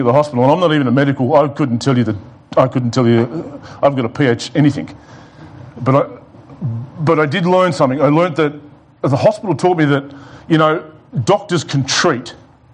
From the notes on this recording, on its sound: It was preached at The Rock Christian Church on Sunday 29 November 2020 in the morning Service.